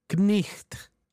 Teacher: the Old English word knicht, which was pronounced with a guttural K sound